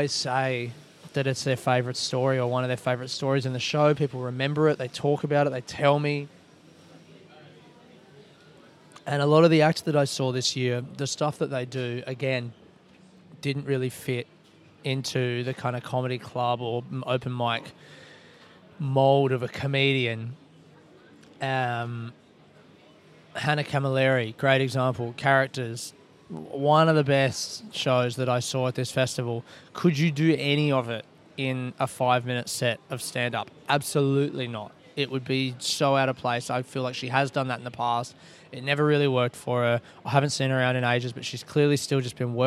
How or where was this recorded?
busy venue